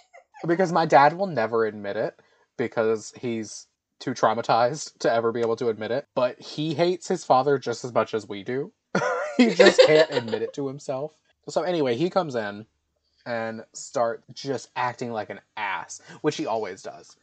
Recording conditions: poor sound quality